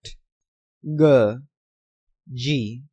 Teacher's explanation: Unaspirated voice, that is those consonants in which there is no puff of breath and the vocal cords in the throat are vibrated